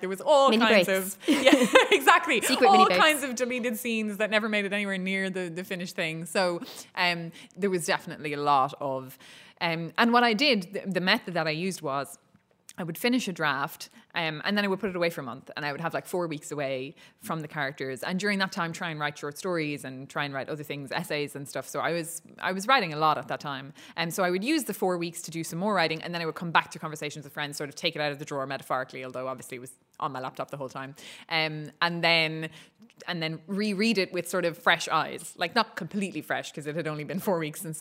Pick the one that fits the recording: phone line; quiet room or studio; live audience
live audience